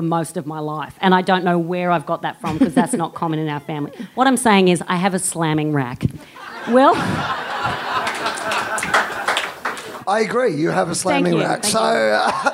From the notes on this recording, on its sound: Recorded live at the Soho Theatre in London.